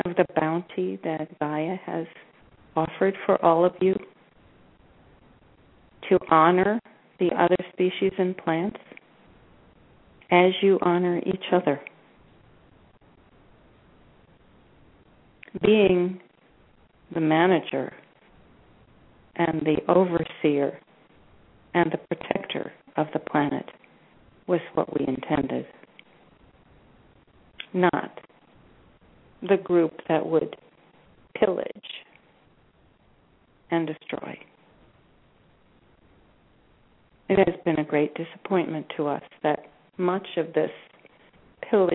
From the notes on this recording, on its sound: In this capacity she will do a channeling session live so that callers can call in and speak with the one who has called him/herself God. Personal responses to callers during the special call-in segment.